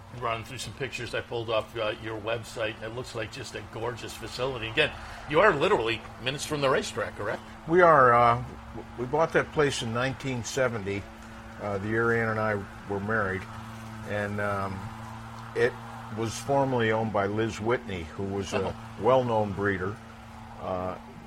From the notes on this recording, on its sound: live from Saratoga Race Course